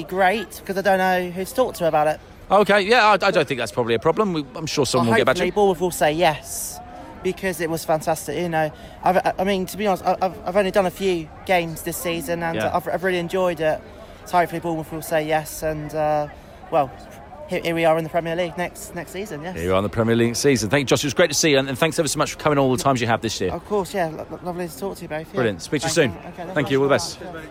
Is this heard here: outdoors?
yes